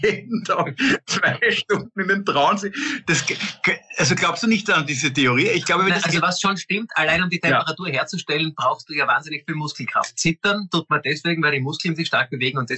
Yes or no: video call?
yes